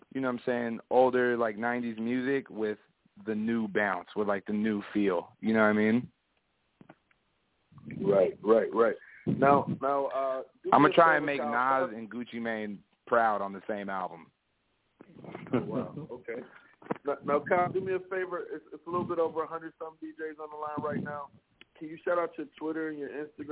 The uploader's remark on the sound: The Nerve DJs Bi-Weekly Conference Call